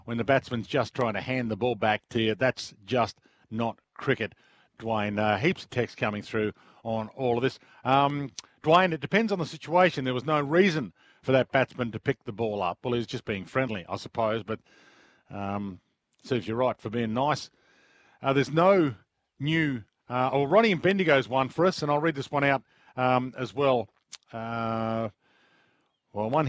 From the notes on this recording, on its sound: Live from the Sandy Links Golf Club! Live at the course.